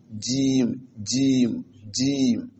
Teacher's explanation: الجواب أمسى المخرج السابع وسط اللسان سكي الحرش، سكي الحرش كان بينه وبين وسط الحنك الأعلى، wato tsakankanin tsakiyar harshe da kuma tsakiyar hanka ta sama · Term: aljim